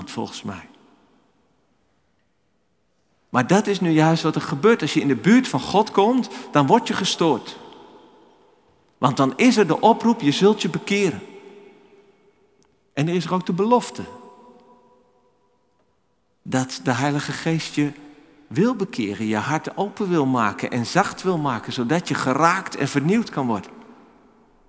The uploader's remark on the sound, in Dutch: Opgenomen in de Noorderkerk te Amsterdam.